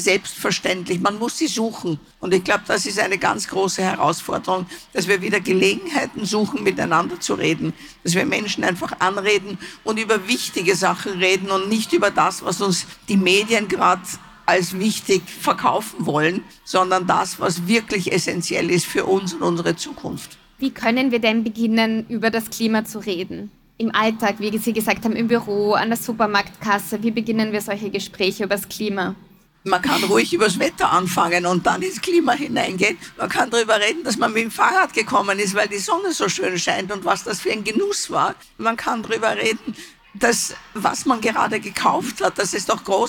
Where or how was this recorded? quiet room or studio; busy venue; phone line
busy venue